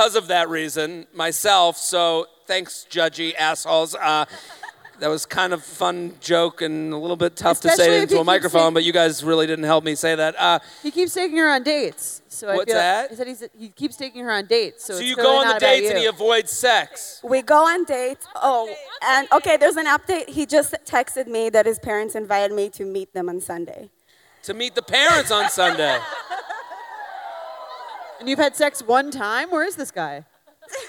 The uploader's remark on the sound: Take the show on the road for a very special bonus episode recorded live at The Agora Theatre in Cleveland. They conduct a dating app profile makeover for a lucky audience member.